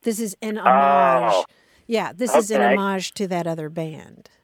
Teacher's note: You would accent the second syllable if you're talking about the thing itself that you're doing, the tribute itself.